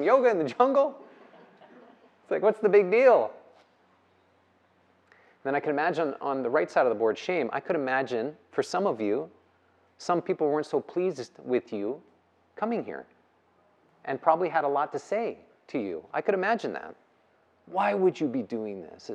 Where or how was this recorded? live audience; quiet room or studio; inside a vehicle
live audience